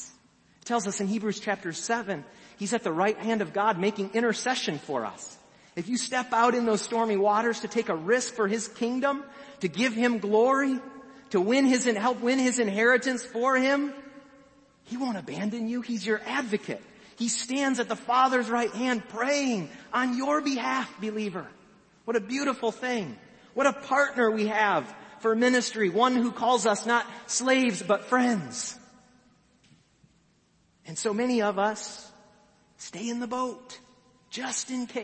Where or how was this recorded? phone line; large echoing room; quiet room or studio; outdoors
large echoing room